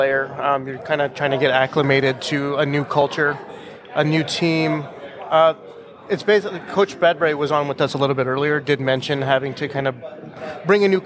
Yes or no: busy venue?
yes